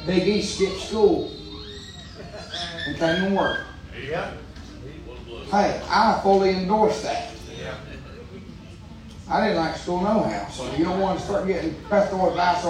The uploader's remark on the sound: Preaching live from Still Water Baptist Church.